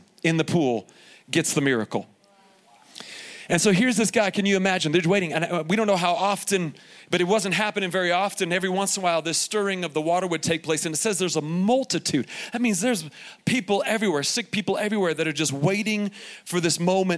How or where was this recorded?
live audience